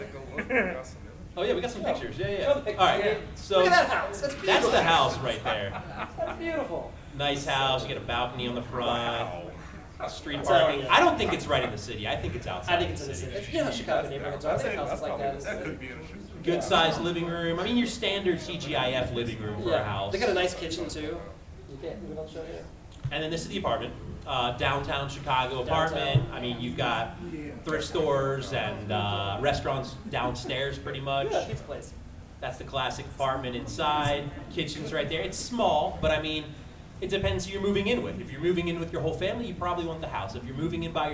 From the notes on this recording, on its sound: Galaxy Con 2023 LIVE. LIVE from Galaxy Con Richmond.